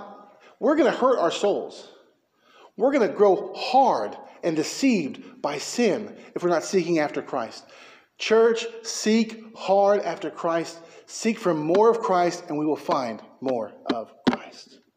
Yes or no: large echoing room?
yes